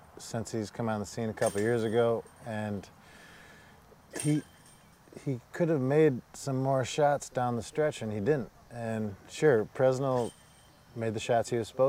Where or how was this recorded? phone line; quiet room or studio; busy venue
busy venue